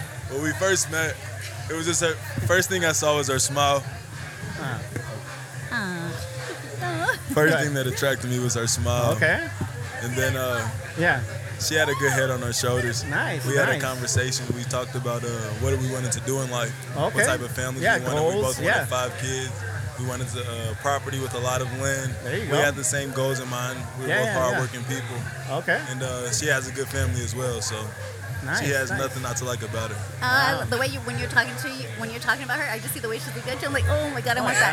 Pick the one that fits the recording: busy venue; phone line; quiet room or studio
busy venue